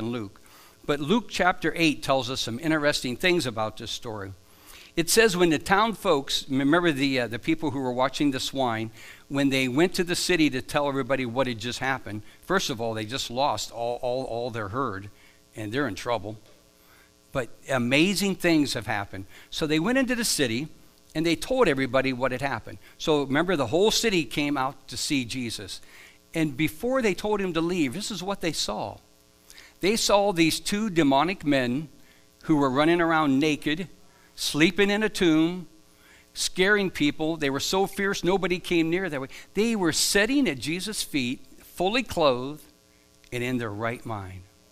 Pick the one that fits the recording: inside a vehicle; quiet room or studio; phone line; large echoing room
large echoing room